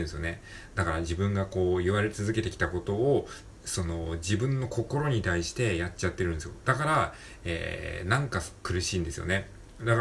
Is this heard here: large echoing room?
no